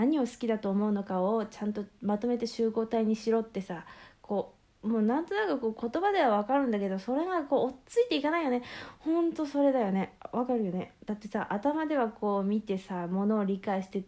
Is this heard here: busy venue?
no